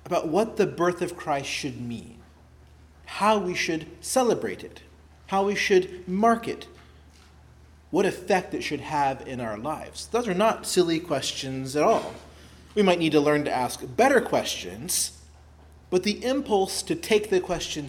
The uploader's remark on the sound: preached at Christ Our Savior Baptist Church on Sunday, December 24, 2023